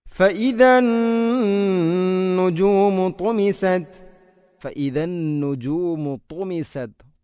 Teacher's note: ത്വാഇന ഉച്ചരിക്കുമ്പോൾ നാവിൻ്റെ മധ്യഭാഗം അണ്ണാക്കിലോട്ട് ഉയർന്നു വരുന്ന രൂപത്തിലാവണം